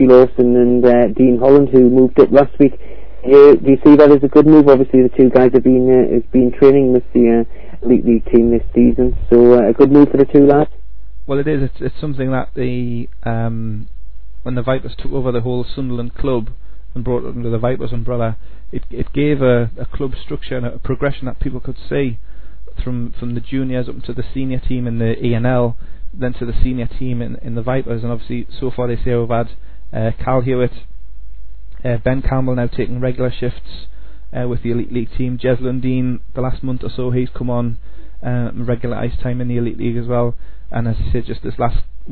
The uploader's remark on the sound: via satellite/dodgy phone line